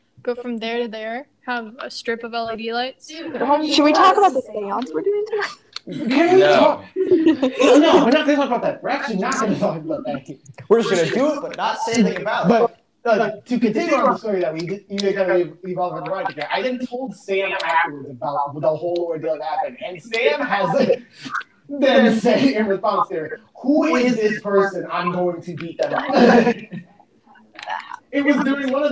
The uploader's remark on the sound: POOR AUDIO QUALITY ALERT. This was the most chaotic of the episodes.